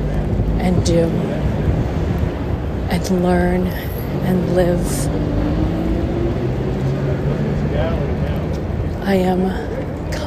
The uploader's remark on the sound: Rockefeller Center & 5th Avenue, NYC, New York, USA. Special Edition On Location Walk and Talk.